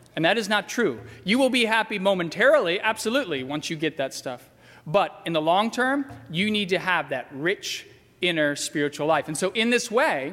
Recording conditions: large echoing room